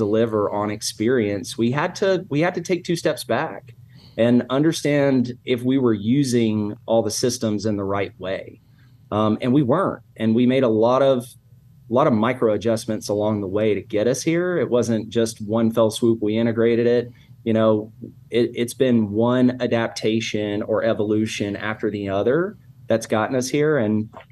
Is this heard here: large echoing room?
no